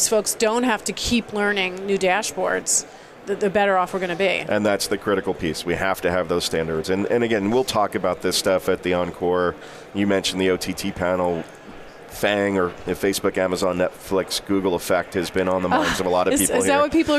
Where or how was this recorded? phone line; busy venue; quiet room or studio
busy venue